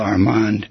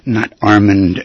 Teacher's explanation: with the accent on the second syllable · Shown in: first take